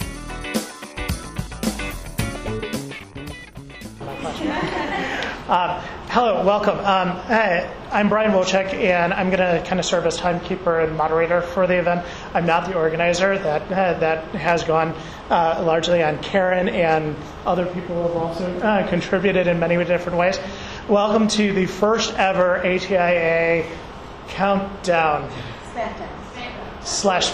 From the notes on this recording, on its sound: A round robin resource sharing event conducted during the Chicago ATIA 2010 Conference. Lucky for us they had the foresight to make an audio recording of the event!